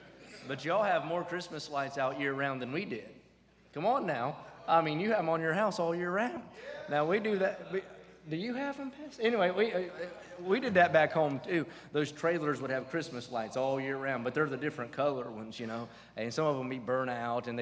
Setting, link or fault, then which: setting, large echoing room